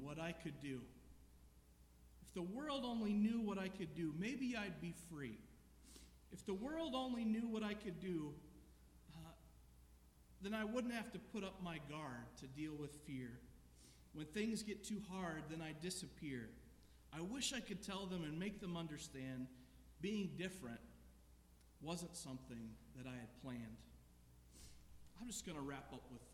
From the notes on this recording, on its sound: This sermon was preached at The Salvation Army Omaha Citadel Corps, 3738 Cuming Street.